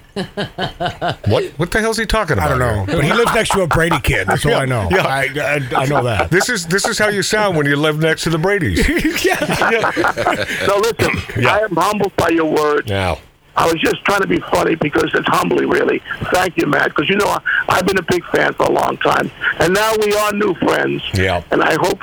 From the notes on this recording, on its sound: A surprise phone call